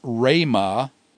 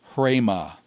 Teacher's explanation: So it's rhema, not hrema. You don't add an H sound to the beginning of a rho initial word. · Shown in: first take